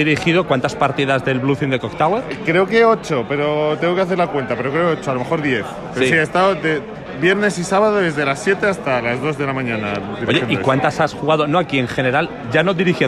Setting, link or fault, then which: setting, busy venue